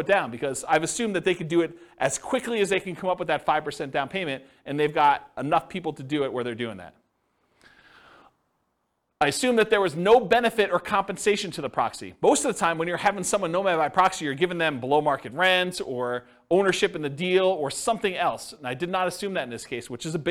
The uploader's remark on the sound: This was a live class recorded